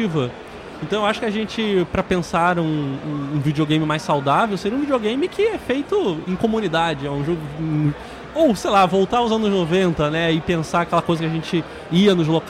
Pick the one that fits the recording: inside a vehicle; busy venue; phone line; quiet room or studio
busy venue